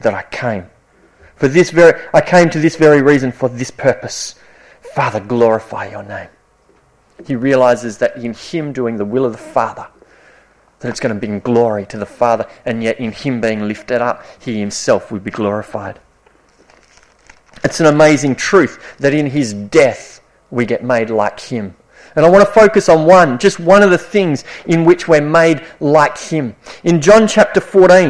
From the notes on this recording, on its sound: This sermon was preached at Esperance Church of Christ (April 2019)